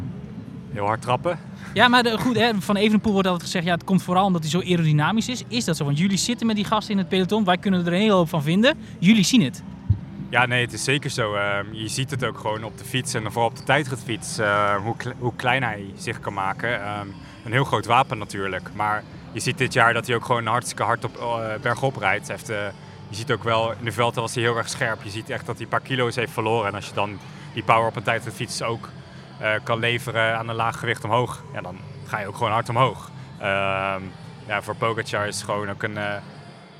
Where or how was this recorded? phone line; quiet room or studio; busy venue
busy venue